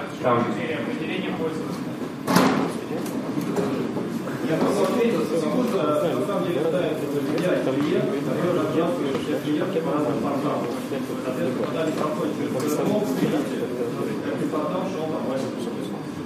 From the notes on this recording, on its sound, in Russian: Аудиозапись докладов с конференции. Workshop 1, Defensive Track.